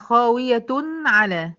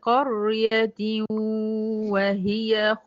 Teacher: لكن قريتي وهي ده إدغام ناقص بغنة · Shown in: second take